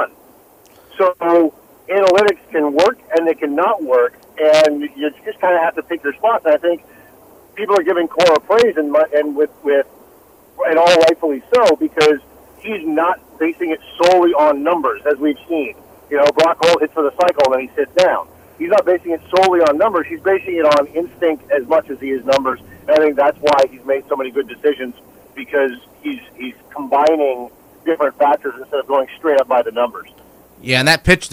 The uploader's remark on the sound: Boston Herald Sports Editor. Calls in to give his take on the Patriots, Celtics and Red Sox!